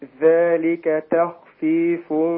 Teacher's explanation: رقق التاء عشان لا تأخذ تفخيم الخاء